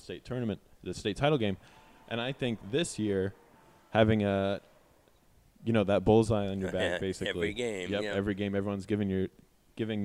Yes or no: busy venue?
yes